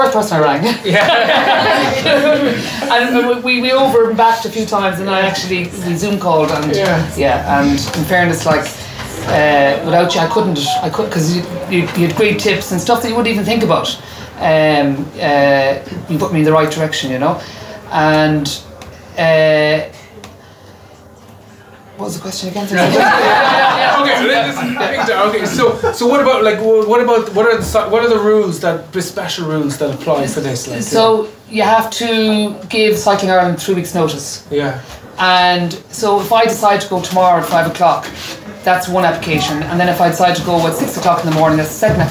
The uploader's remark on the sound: a conversation straight from the Christmas party of the Galway Bay Cycling Club